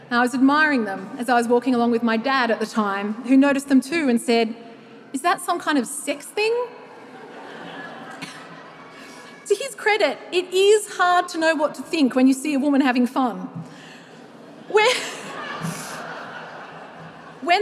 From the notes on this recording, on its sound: The Curiosity Lecture series returns to the Festival. This episode was recorded live at the 2023 Sydney Writers’ Festival.